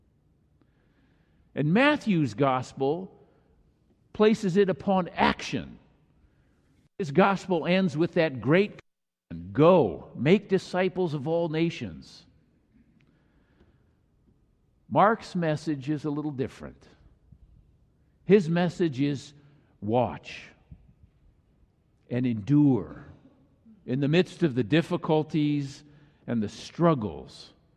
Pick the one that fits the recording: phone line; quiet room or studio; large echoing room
large echoing room